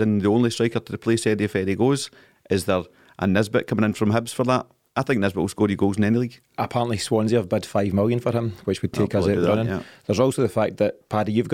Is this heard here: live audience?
no